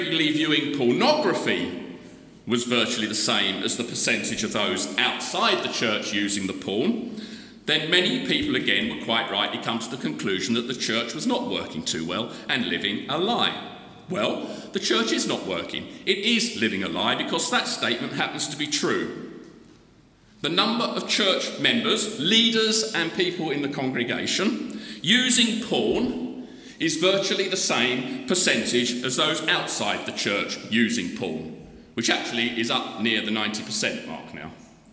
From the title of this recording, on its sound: The Recovery Course Conference Keynote Address